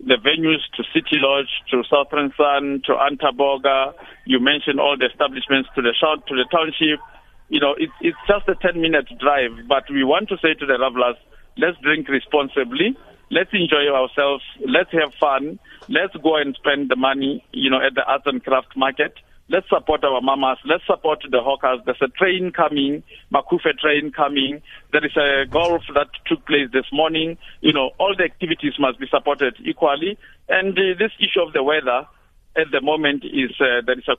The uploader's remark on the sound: Guest (phone)